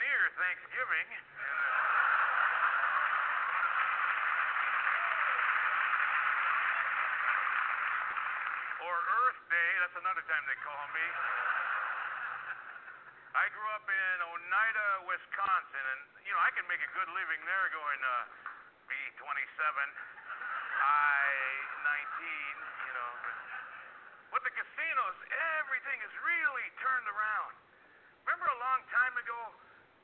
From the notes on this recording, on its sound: along with live calls and guests